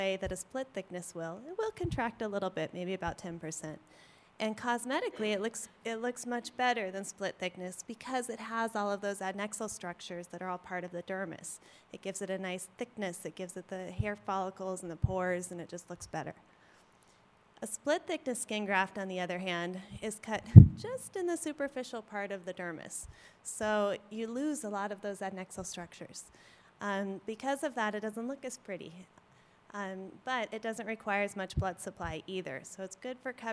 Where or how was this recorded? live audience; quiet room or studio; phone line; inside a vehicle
live audience